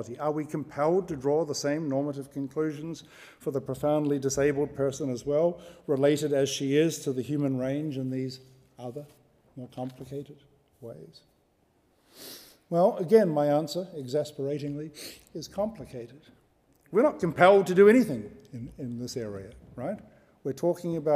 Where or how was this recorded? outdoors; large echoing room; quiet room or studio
large echoing room